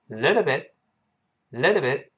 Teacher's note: 最后那个 t bit 后面那个 t 失去爆破了